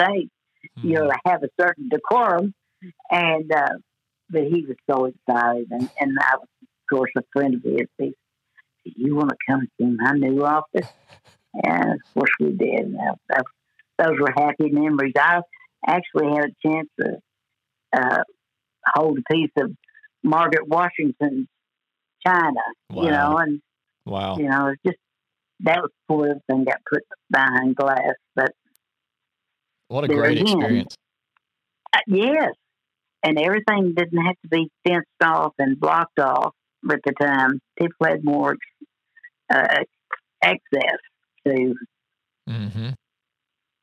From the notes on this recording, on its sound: Joins us on the phone from her home in Paragould.